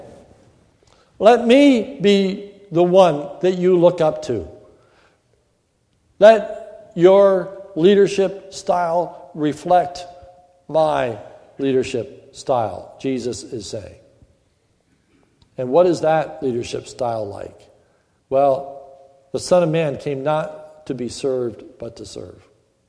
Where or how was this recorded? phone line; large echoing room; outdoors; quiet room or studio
large echoing room